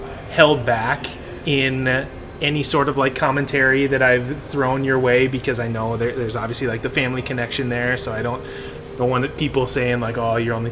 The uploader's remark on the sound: Recording live at See Dick Run